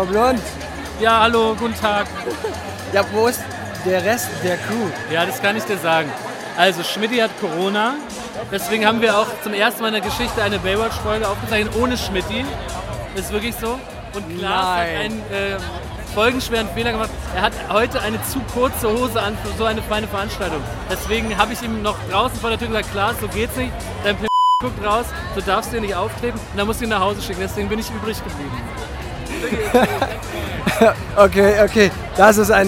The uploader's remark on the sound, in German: Hinter den Kulissen des Deutschen Podcast Preis 2022 (Inkl. Live-Interviews). Live-Interviews* in der Aftershow-Party.